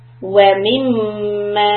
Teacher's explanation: Two counts. وَمِمَّا Before I can open my mouth and say ma, I will be humming. Wamim. And then ma.